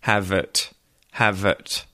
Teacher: And I want you to pay attention to the fact that have is linked to the word it, have it, have it. But that when I speak more naturally, I also modify the vowel in it to sound more like er. So it sounds like ert, ert. · Term: schwa